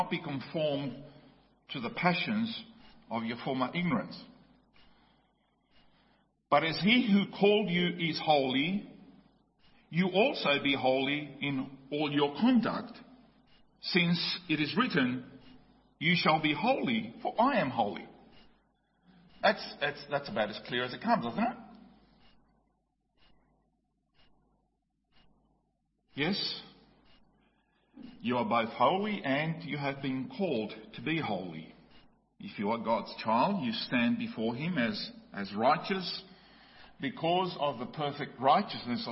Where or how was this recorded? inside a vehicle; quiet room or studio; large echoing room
large echoing room